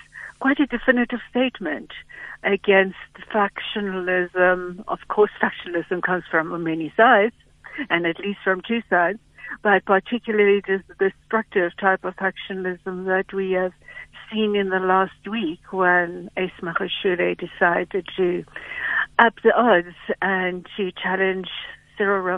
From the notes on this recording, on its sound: GUEST [PHONE]